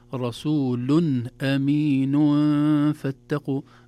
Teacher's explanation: أمين فاتقوا، النون أصبحت مخفاة وليست ظاهرة